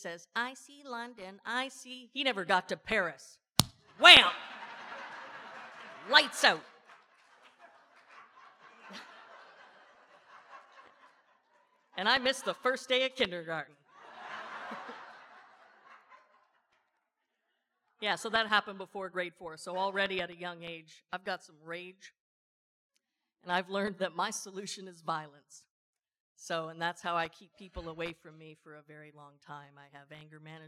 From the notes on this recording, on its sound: the closing speaker for the Sobriety Under the Sun conference in Puerto Vallarta 2024